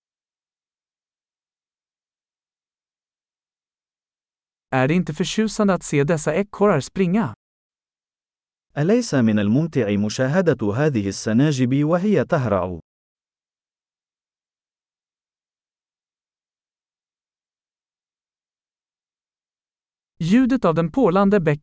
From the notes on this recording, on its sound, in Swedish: Ljudet av den porlande bäcken är terapeutiskt.